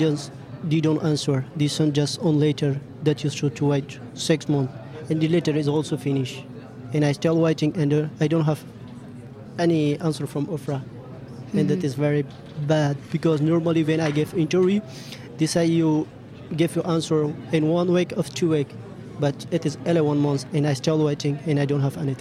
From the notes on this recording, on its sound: Suite de notre 1er plateau enregistré au Pont Ephémère lors de l'expo "Cartographie du non-accueil". Recorded at the Point Ephémère during the exhibition "Cartographie du non-accueil".